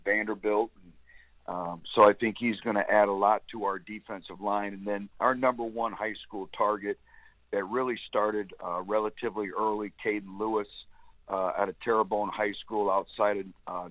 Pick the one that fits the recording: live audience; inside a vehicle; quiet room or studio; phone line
phone line